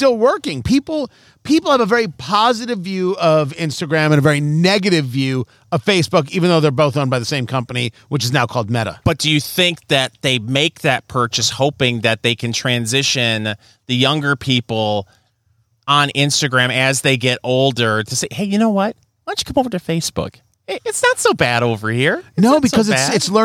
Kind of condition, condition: setting, busy venue